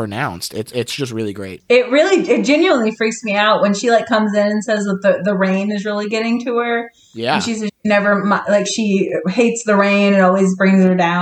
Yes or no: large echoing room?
no